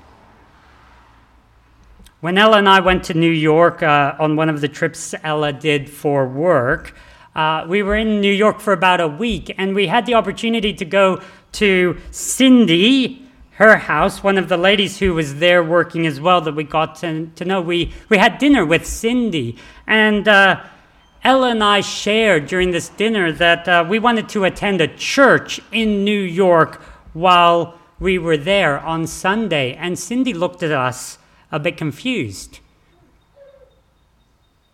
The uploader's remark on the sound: This sermon was preached on the 10th of December 2023 at all services of Helensburgh and Stanwell Park Anglican Church